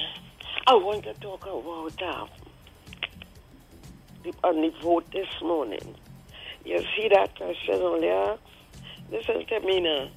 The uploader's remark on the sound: During this hour we take calls from our audience